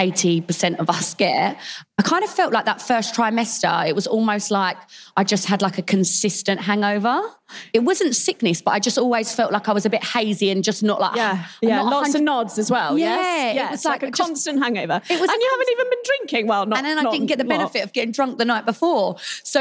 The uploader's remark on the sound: Recorded live at The Baby Show with Lidl GB.